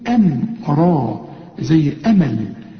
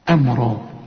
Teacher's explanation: الهمزة والميم مرققة، أما إيه اللي خلانا نقولها كده؟ الراء مفخمة